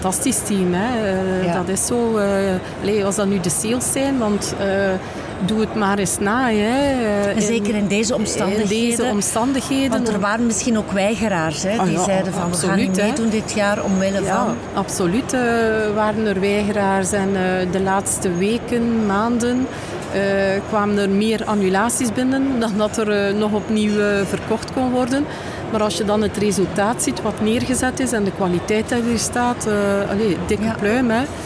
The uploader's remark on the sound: Horeca Expo Live. Dé beurs voor professionelen uit de horecasector, dit jaar toe aan de 32 editie, waar er strenge covid-maatregelen van toepassing waren.